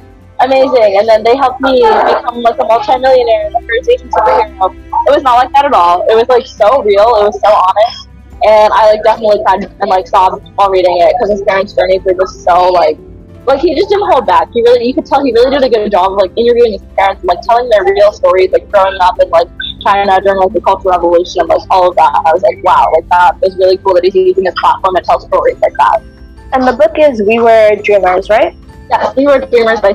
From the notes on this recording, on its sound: Apologies for the background noise in this episode.